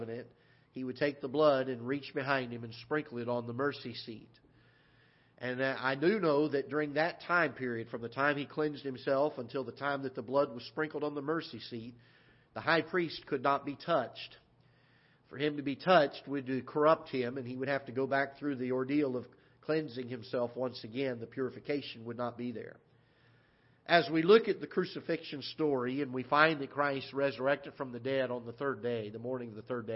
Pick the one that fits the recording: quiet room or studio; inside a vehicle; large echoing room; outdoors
large echoing room